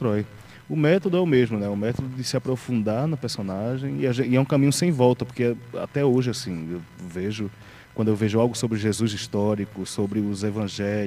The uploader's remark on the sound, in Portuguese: o programa Mesa Redonda foi diretamente de Fazenda Nova, onde acontece o Espetáculo da Paixão de Cristo de Nova Jerusalém